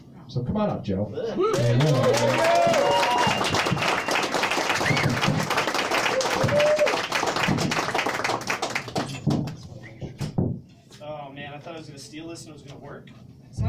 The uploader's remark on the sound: A special abbreviated season featuring a ton of live storyscapes from Storyfort '22. Live from Boise's iconic and second-oldest bar, the 10th Street Station.